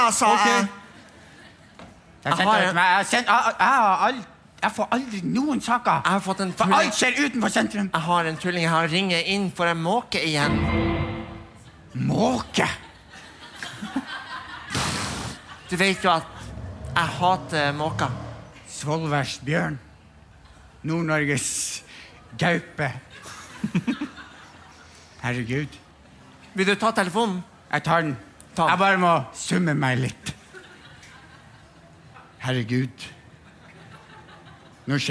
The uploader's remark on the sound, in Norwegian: Live fra Salt